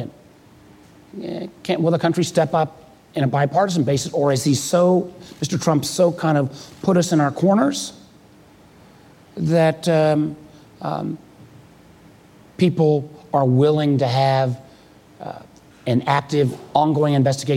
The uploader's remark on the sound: Live at Code 2018